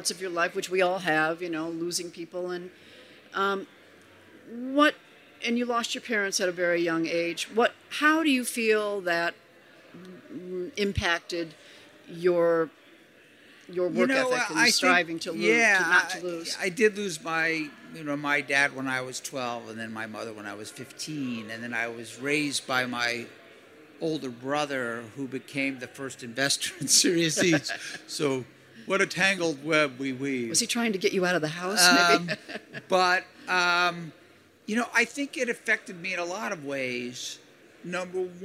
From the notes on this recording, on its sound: LIVE FROM INDUSTRY CITY